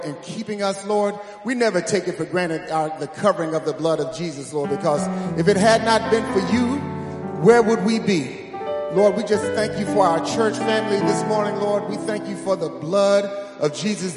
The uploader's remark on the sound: Matthew's Baptist Church Sunday Morning Live Stream